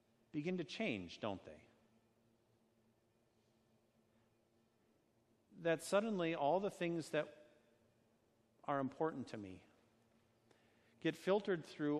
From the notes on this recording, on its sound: A sermon delivered at Our Savior Lutheran Church in Birmingham, AL, on Sunday, June 30, 2019.